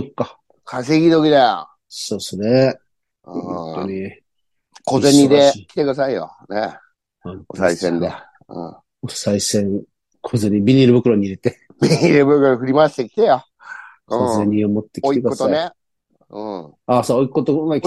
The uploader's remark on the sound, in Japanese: ZOOMで収録